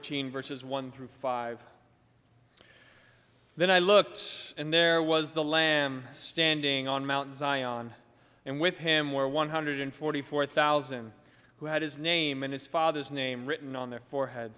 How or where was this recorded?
large echoing room